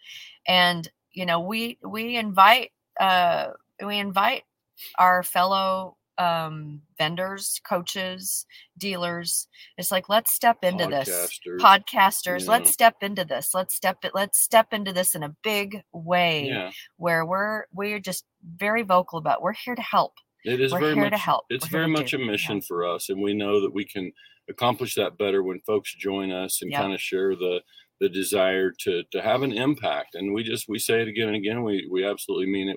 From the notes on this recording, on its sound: We're live from the parking lot in Sin City! So, we'll broadcast from the car right before stepping into an important executive meeting.